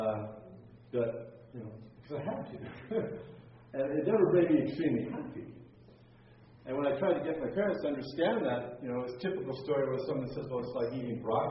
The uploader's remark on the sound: teaching as part of the Exchanged Life Conference in Pigeon Forge, TN